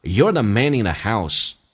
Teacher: in 可以击穿 th 跟后面的 a 形成个连音叫 nina，就变成 manina，所以造成了听力稍微有点障碍。